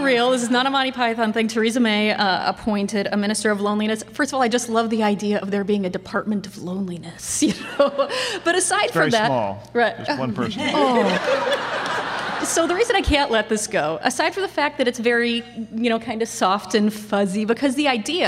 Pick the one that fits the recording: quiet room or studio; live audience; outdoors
live audience